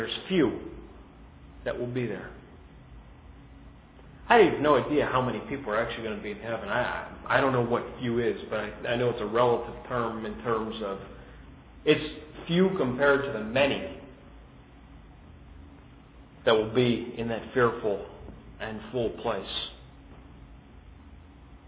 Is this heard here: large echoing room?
yes